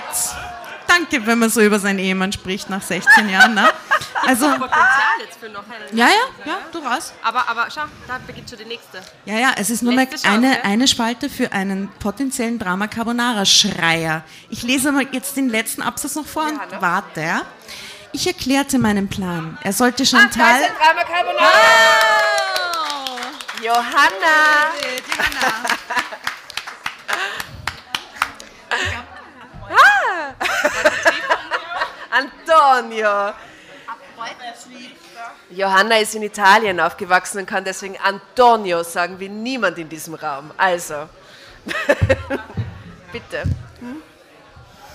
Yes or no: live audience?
yes